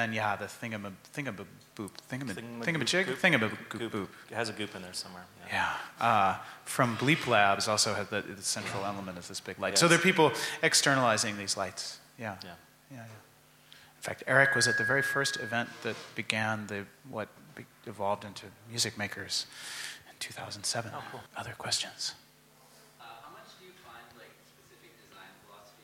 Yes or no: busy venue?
yes